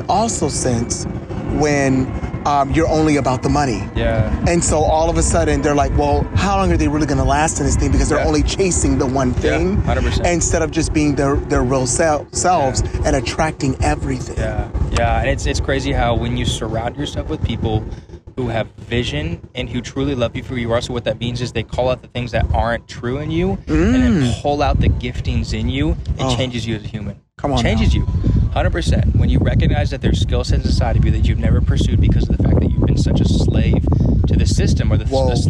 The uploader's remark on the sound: I decided to record a conversation on the beach in Tampa Florida